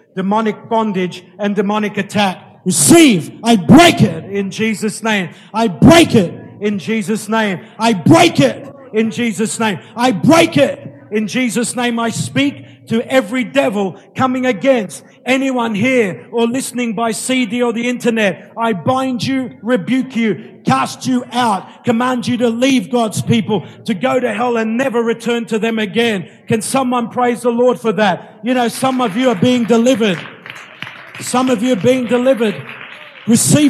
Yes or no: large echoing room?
yes